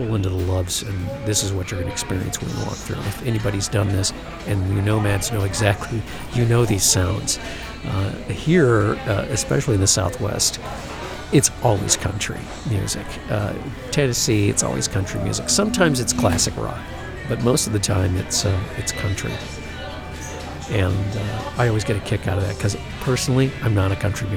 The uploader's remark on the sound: it’s time for a podcast live from the Love’s